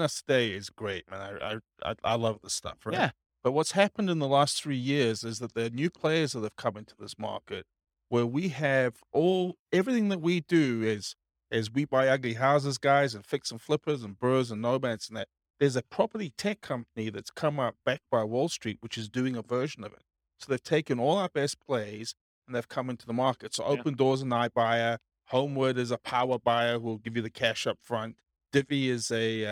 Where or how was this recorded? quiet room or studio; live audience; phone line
live audience